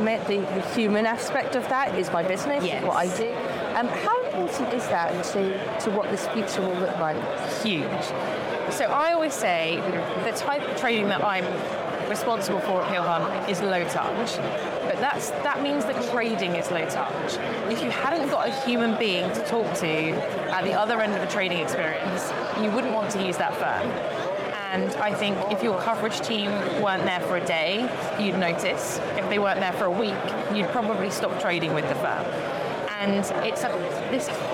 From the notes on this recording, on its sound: Live from FIX Trading Community EMEA Trading Conference.